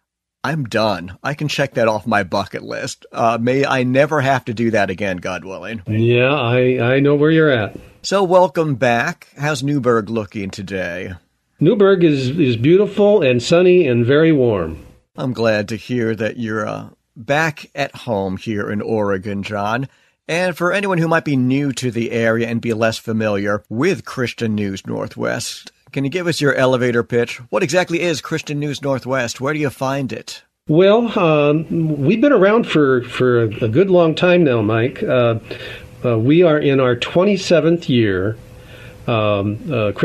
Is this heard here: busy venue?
no